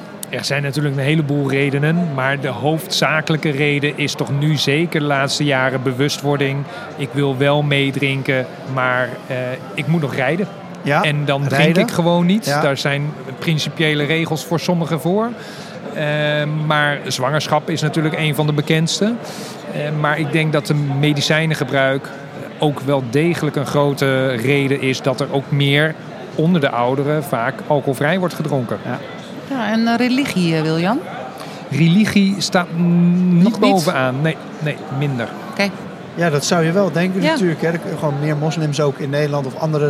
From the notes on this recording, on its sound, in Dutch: Vandaag live vanaf de Horecava.